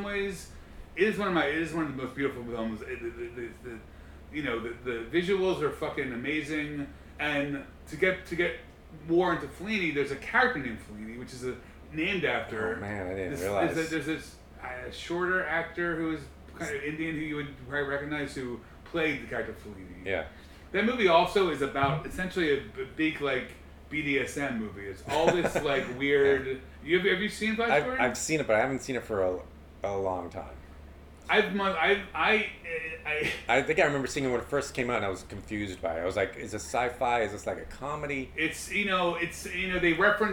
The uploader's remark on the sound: The editing and sound are a bit looser. We had this chat last summer in NYC. The sound quality is a bit off but I think it lends to the aesthetics of what I am trying to do with this particular sub-series. There was very little editing done here.